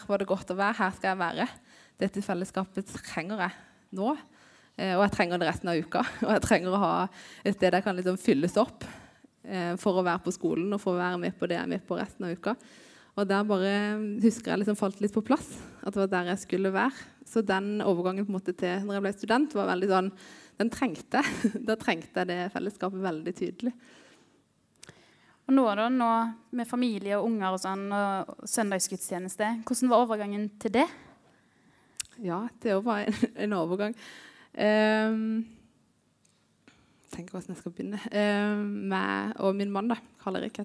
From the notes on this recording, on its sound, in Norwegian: Vår første live-episode fra sist fredag på Fangekasa i Østfold er nå ute.